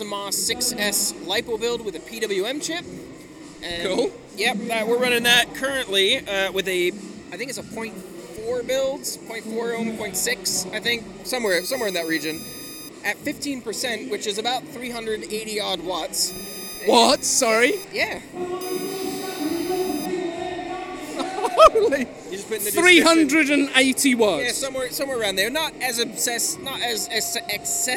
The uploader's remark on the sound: Recorded at the show in the NEC in Birmingham. It's live, so beware of background noise! Apologies for the technical glitches at the start, the perils of field recording!